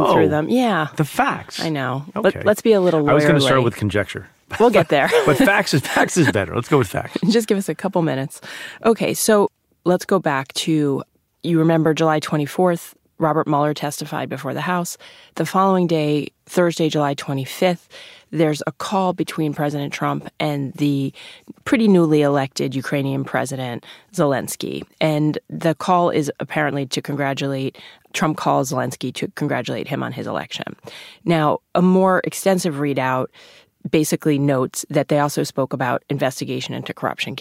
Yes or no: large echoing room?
no